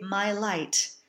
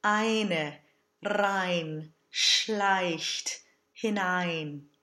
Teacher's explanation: In English, we would say my light, and the diphthong is bright A to open I. In German, this diphthong goes to the closed lowercase e, E, which is just as crazy closed as the O was.